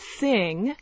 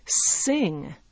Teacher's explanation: And because it doesn't exist in a person's language, what they tend to do is to substitute a sound that they do have in their language. So a word like thing, a French speaker might pronounce it as sing · Shown in: second take · Okay, they'll put an S there because they don't have the TH sound in their language, so they may not be aware that the TH exists.